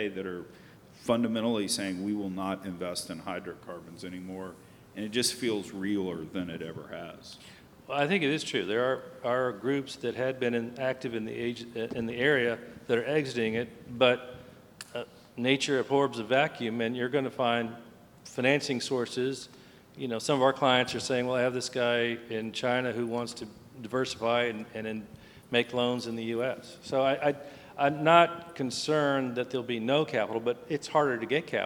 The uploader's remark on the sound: a panel discussion at the NAPE Business Conference